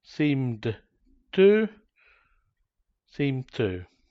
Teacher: We also delete d when it is part of a consonant blend.